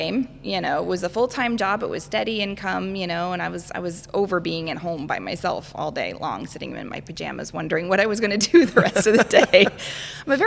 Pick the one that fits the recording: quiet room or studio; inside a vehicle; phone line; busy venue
busy venue